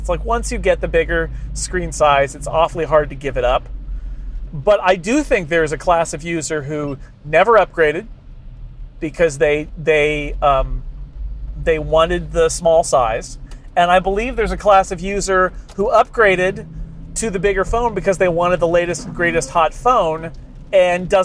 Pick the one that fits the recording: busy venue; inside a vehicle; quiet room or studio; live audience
inside a vehicle